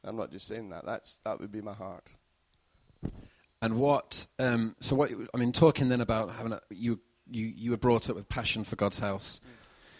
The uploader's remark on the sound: Recorded at freedomcentre church, Preston on Sunday 22nd May 2016